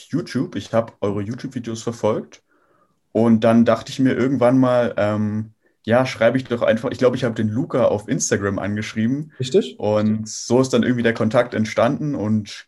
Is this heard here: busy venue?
no